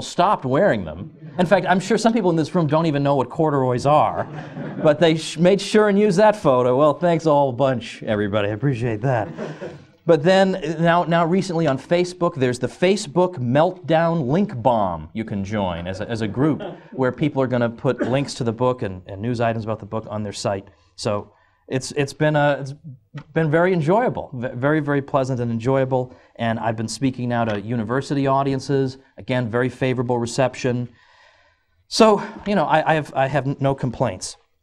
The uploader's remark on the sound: Recorded at the annual Austrian Scholars Conference, Ludwig von Mises Institute, 12 March 2009.